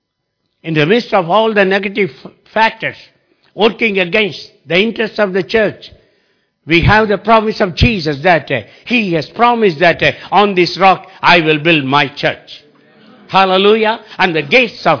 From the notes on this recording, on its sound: Recorded live at Liberty Church on 10th November 2019